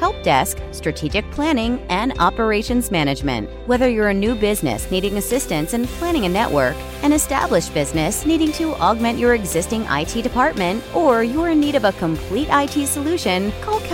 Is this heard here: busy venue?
yes